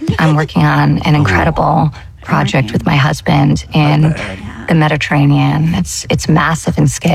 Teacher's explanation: she is speaking in such measured tones, but with that vocal fry